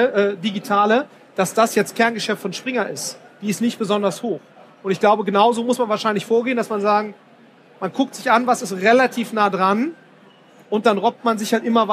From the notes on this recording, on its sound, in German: Auf dem #OMR Festival in Hamburg